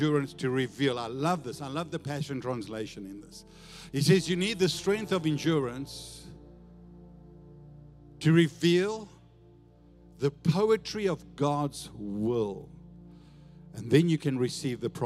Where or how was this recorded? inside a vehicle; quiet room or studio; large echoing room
large echoing room